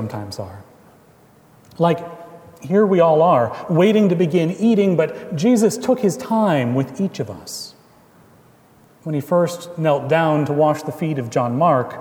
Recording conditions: large echoing room